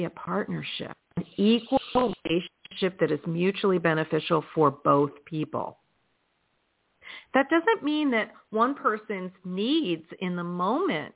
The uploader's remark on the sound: in response to callers' questions